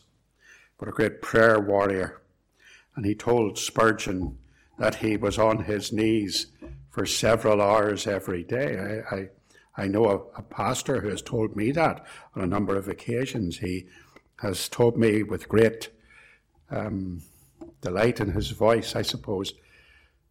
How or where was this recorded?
large echoing room